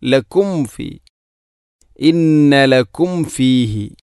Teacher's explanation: ഈ ആയത്തിൽ പ്രധാനമായിട്ടും ശ്രദ്ധിക്കേണ്ടത് സുക്കൂനുള്ള മീമിന് ശേഷം ഫ വന്നു ലക്കും ഫി രണ്ട് ചുണ്ടുകൾ തമ്മിൽ കൂട്ടി അഥവാ തട്ടണം തട്ടിയാലേ മീമ് പൂർണ്ണമാവുകയുള്ളൂ